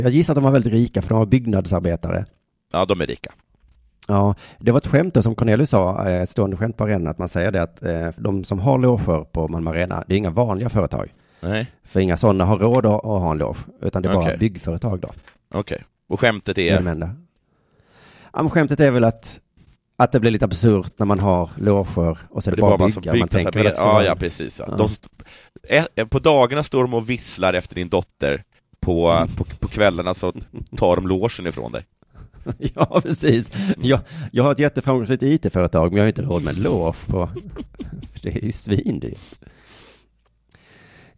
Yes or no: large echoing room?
no